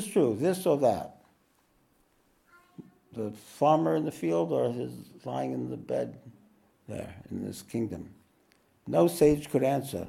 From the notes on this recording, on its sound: This podcast was recorded live at The Ashram in Mount Eliza on the 1st of July, 2023.